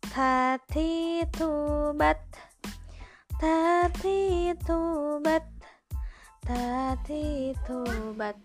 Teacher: Kita lanjut ke huruf ta. Sifat huruf ta berdasarkan keluarnya nafas termasuk ke dalam hamas